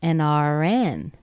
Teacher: Notice how the R drops down, goes back up again to the N, and then drops just a little bit.